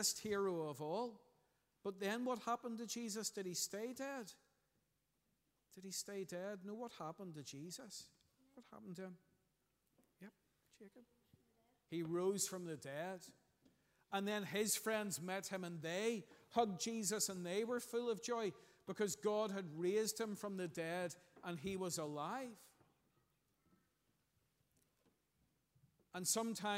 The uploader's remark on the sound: Sunday 11th June 2023 morning service. At our Children’s Day.